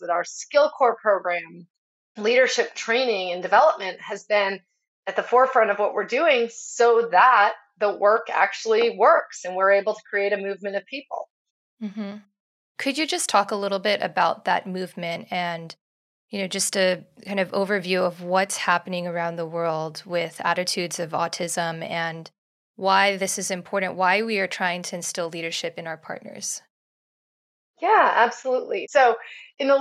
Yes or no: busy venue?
no